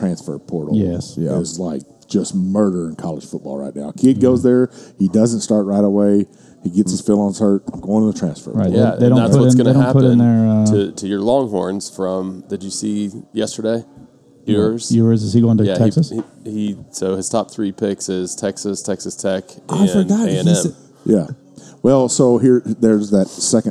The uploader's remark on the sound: Justin's House of Bourbon in Louisville for hosting us while we recorded and setting us up in their back room